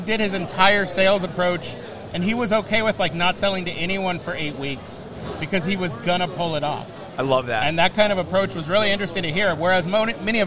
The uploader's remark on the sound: Live from ISS Long Beach 2024. A live and dynamic session straight from the heart of Impression Expo Long Beach 2024.